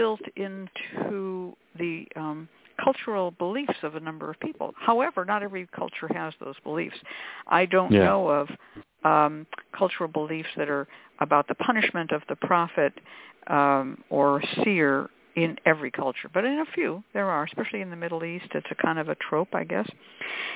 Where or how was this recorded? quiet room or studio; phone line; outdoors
phone line